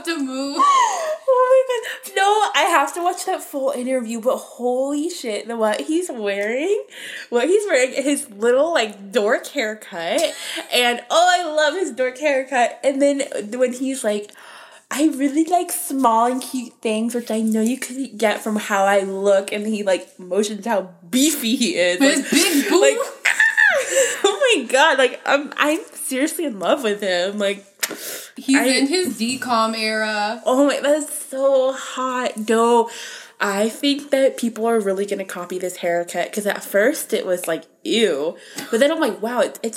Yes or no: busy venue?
no